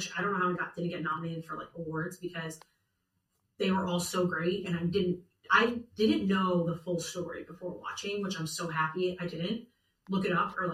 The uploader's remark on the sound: Apologies for some audio difficulties on this week's episode.